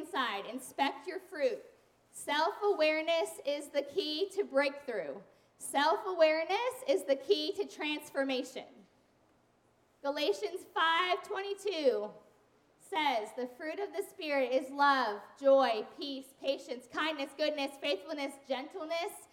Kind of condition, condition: setting, large echoing room